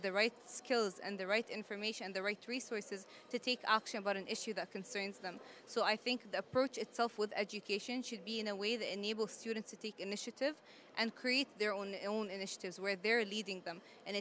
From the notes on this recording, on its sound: Earth Day Live From COP26